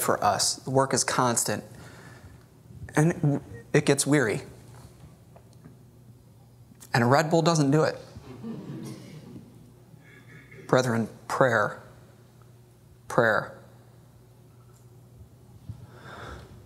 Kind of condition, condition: setting, large echoing room